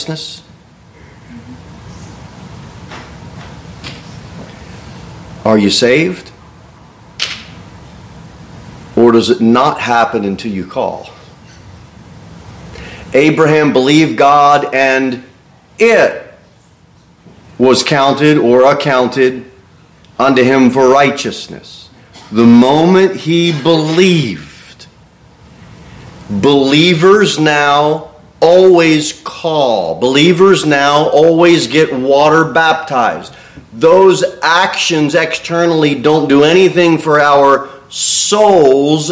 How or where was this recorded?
large echoing room